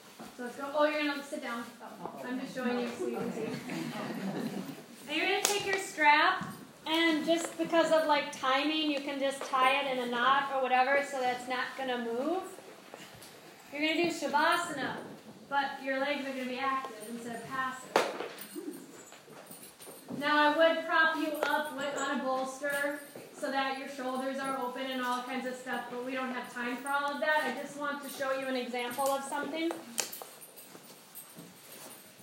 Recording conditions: live audience